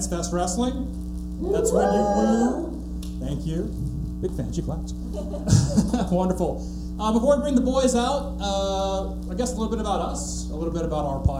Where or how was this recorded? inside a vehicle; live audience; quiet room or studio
live audience